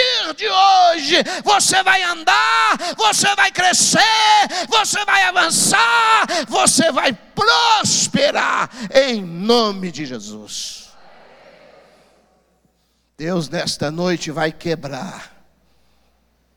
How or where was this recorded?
large echoing room